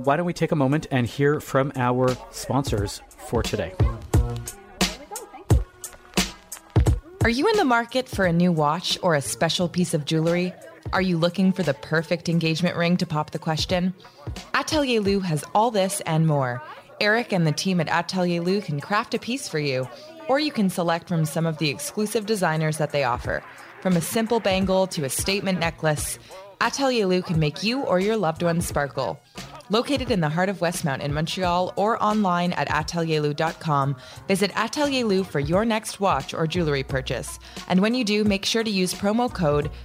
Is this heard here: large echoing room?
no